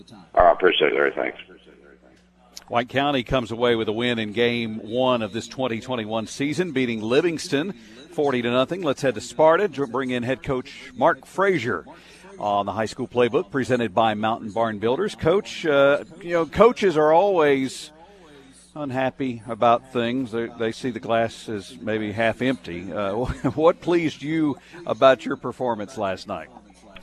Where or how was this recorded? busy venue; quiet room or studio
busy venue